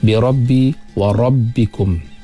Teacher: tebalkan sebutan huruf ra yang berbaris di atas.